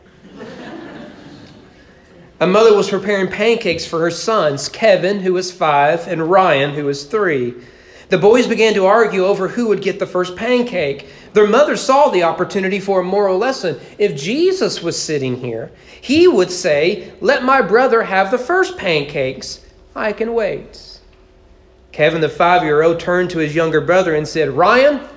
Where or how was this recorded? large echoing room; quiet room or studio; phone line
large echoing room